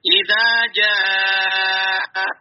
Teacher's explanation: Mat wajib mutasil. Jadi panjang 4 atau 5 harokat lah.